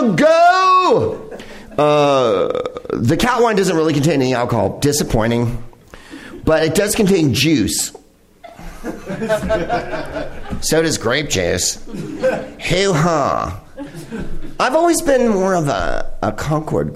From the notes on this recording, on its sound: Live from the NerdMelt Showroom in Los Angeles